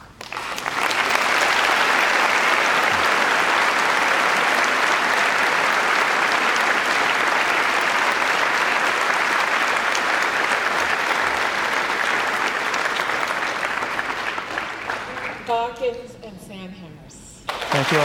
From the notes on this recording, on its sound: At a live event in Los Angeles (first of two).